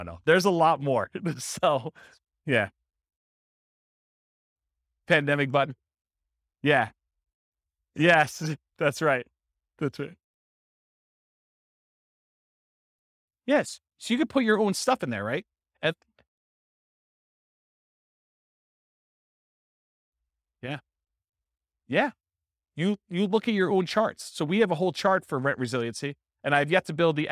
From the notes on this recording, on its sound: This was a live class recorded